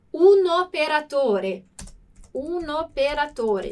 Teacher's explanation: a gente junta o som e como se virasse uma palavra só.